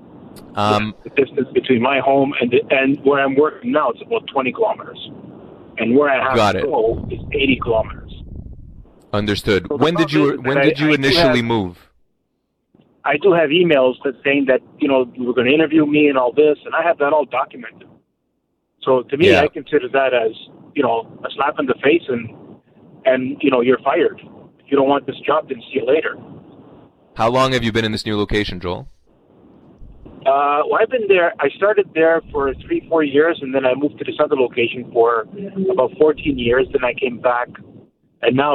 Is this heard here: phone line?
yes